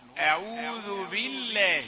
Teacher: من الشيطان، طبعا لفظ الجلالة أعوذ بالله لفظ مرقق، لام لفظ الجلالة مرققة لأنها قبلها كسرة